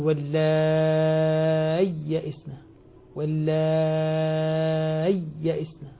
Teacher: الحقيقة المذهب الذي عليه القراء والعلماء هنا أنه يظهرها، يظهر الياء فينطق بياءين، وبعضهم قال ينطقها بياء وسكت لطيف حتى تظهر الياءان